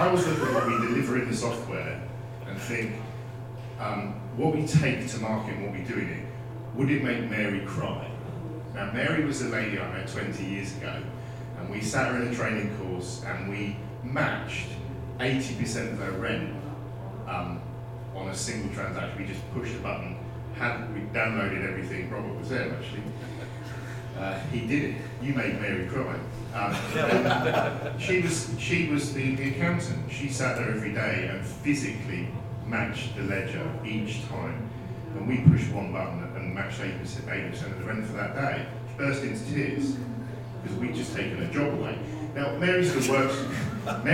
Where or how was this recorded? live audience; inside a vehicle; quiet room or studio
live audience